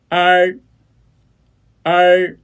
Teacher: 哎，大家好，今天我们练习一个特殊的单元音韵母，儿，儿呢是卷舌音，舌位中不圆唇元音，儿呢是在“呃”的基础上加上了卷舌动作而成的。发音时口腔自然打开，是“啊”的开口度的一半，扁唇，舌头居中央，舌尖向硬腭中部上卷，但不要接触，声带震动软腭上升，关闭鼻腔通路 · 儿呢是在“呃”的基础上加上了卷舌动作而成的。发音时口腔自然打开，是“啊”的开口度的一半，扁唇，舌头居中央，舌尖向硬腭中部上卷，但不要接触，声带震动软腭上升，关闭鼻腔通路。而，而，此组呢？而且，而海，而细，耳朵，二胡，而语，而立，而女